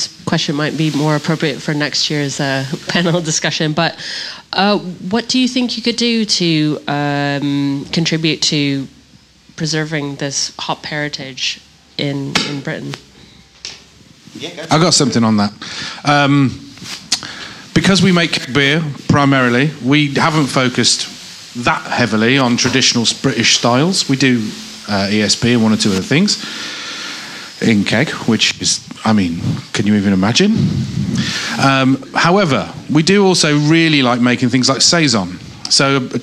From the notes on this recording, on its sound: One of our panel discussions at Fynefest 2022. Our hosts Fyne Ales.